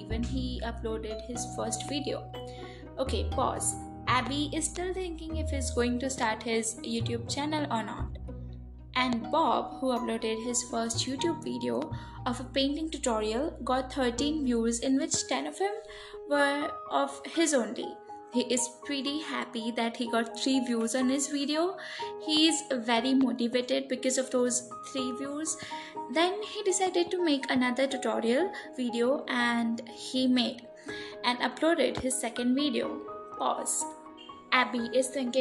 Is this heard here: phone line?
no